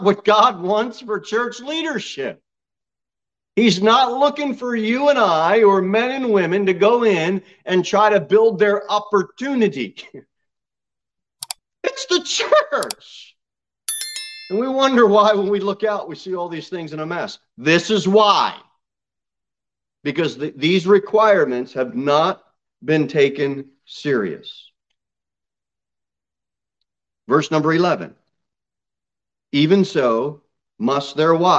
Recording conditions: large echoing room